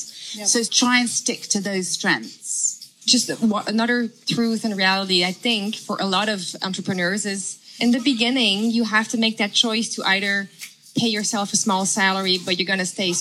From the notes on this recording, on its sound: Live conversation recorded at Boutiques Fair Singapore.